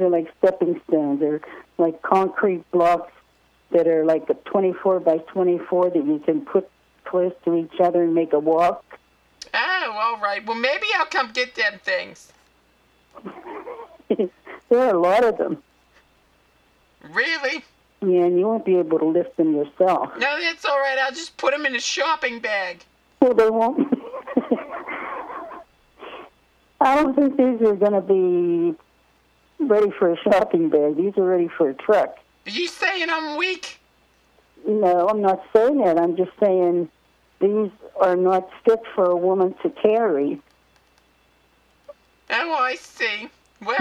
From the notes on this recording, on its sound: RBCP's Personal Prank Phone Calls Collection